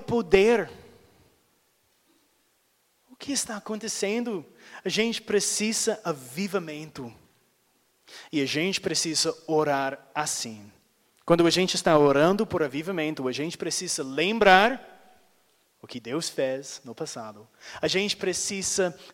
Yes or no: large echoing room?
yes